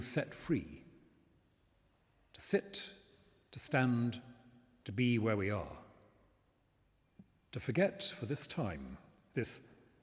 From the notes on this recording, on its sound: The talk was delivered this week in St Martin-in-the-Fields, in central London, as part of its autumn lecture series, “What am I living for?”, in partnership with the Church Times.